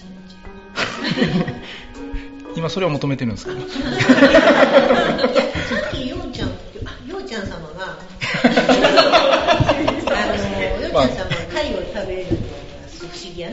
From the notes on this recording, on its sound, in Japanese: 今回は寝忘れ合宿in金沢での公開収録をお届けいたします。